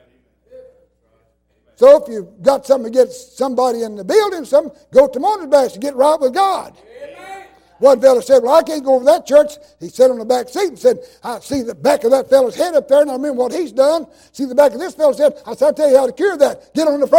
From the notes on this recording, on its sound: in revival service at Calvary Baptist Church of Kingston, Tennessee.